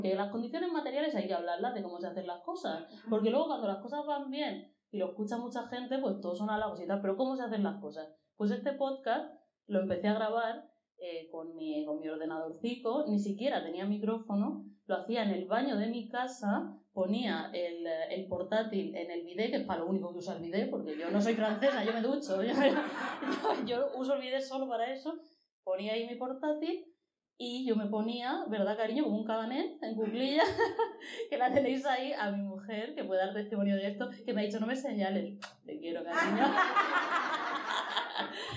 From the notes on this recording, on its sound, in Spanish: En directo. Gracias al Taller de CTXT por acoger la grabación con público de este episodio especial.